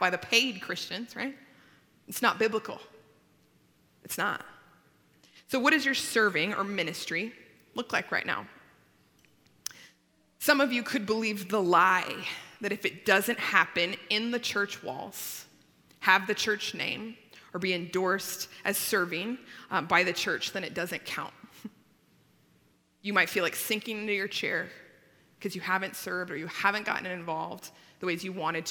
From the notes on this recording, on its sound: At Timberline Church. Live.